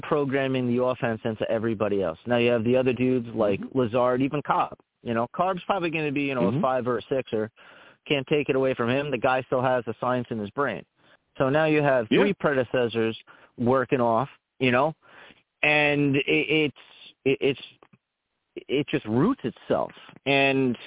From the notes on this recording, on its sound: I take live callers!